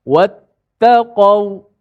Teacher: pastikan kita menyebut qaf tu dengan huruf qaf yang tebal